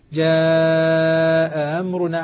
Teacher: جاء أمرنا هذا المد مع المشبع الإشباع ست حركات لأنه بعدها ميم ساكنة صار مد لازم